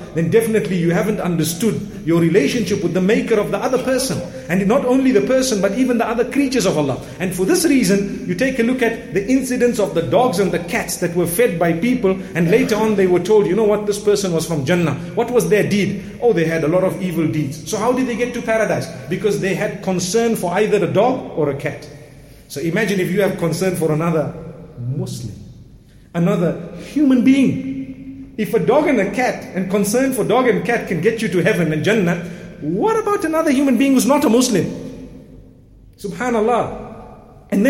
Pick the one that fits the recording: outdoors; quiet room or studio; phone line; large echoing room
large echoing room